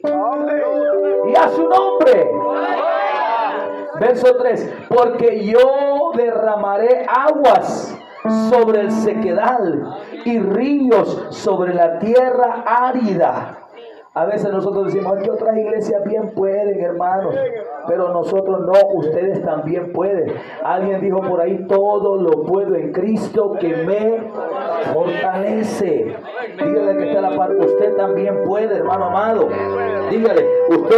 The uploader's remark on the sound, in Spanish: Desde El Salvador y para el mundo. En Iglesia Pentecostal Unida Internacional El Salvador en Aldea Bolaños Santa Ana.